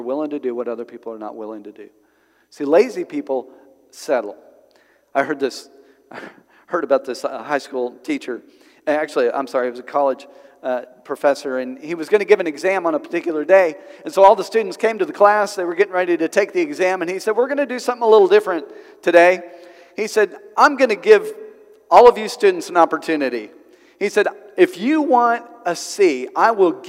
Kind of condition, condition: setting, large echoing room